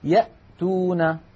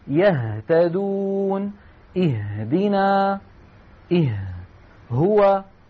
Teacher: فالهمزة والهاء تخرج من أبعد منطقة من الحلق، وقد سماها العلماء كما رأينا أقصى الحلق.